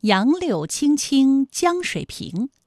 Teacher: 这里边呢有两个字是三声的声调，柳和水